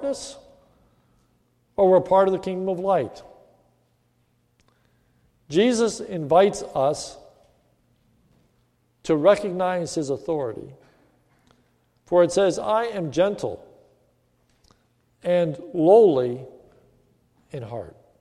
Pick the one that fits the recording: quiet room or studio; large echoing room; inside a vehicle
large echoing room